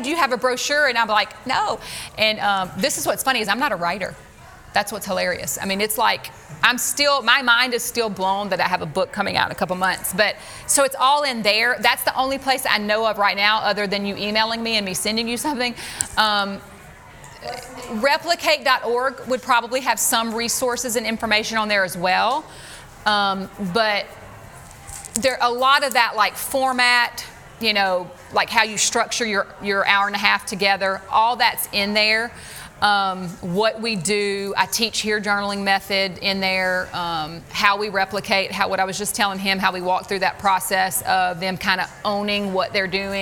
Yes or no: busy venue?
yes